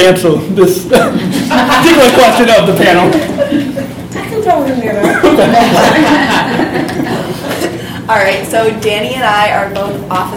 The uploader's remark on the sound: LIVE panel discussion from Special Olympics North America's Inclusive Youth Leadership Summit in Chicago